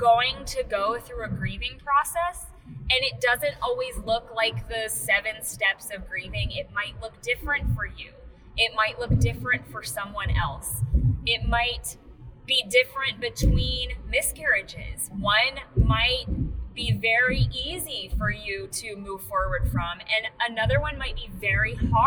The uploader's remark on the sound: Car trips between prenatals can be inspirational, but funky on the audio quality.